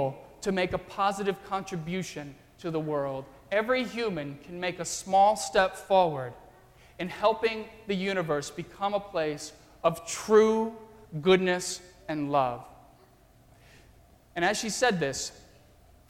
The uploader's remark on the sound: during the Easter Crossroads service (9:30 am) on Sunday March 27, 2016, at First Presbyterian Church of Arlington Heights, Illinois.